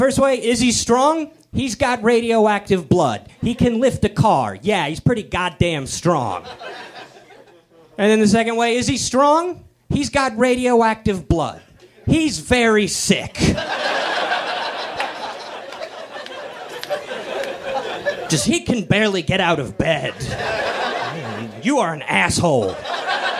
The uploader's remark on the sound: Recorded at Meltdown Comics in LA. In front of a live nerd audience.